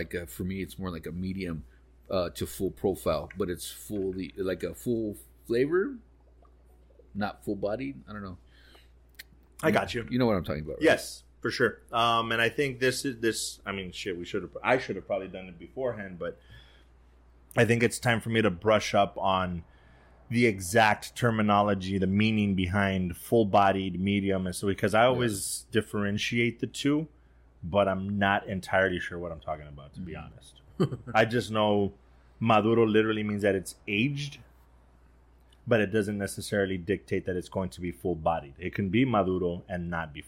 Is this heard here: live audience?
no